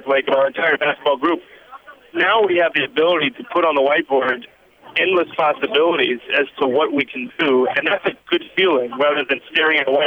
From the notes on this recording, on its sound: Conference Call (5/30/12)